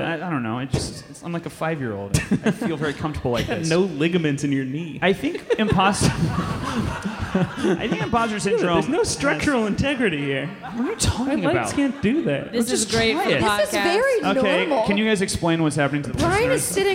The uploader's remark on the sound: live in Chicago!